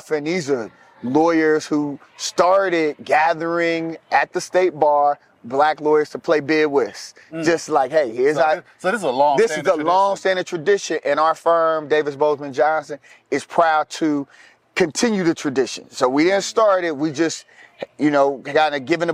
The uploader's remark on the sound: At the 2023 Annual State Bar of Georgia Conference.